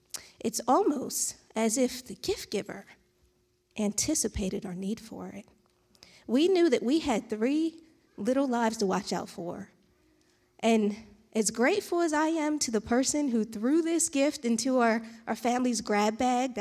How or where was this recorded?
large echoing room